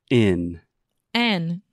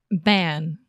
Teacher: you finish that sound by putting the tip of your tongue right behind your teeth. So your tongue touches the roof of your mouth and it's right behind your teeth. · Term: N sound